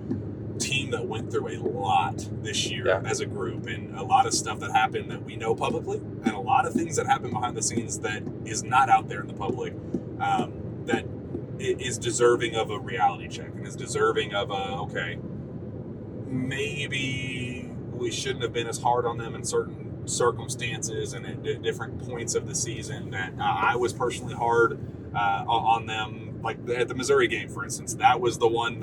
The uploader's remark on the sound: Recorded on their way back from Greensboro, North Carolina.